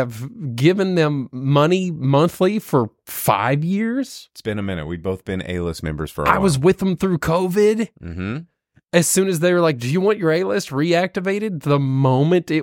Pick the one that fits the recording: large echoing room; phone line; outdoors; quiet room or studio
quiet room or studio